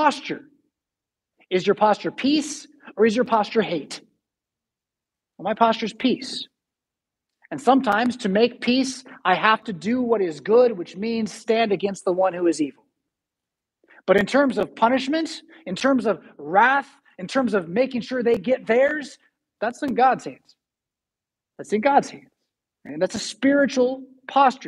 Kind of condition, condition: setting, large echoing room